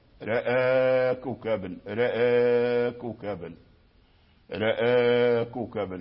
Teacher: تمال الراء كما ذكرنا، وتمال الهمزة، ويمال الألف إلى جهة الياء · Term: الإمالة